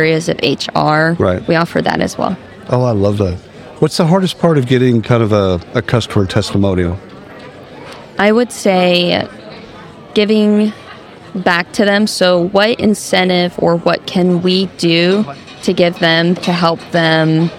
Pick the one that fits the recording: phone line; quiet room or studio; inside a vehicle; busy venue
busy venue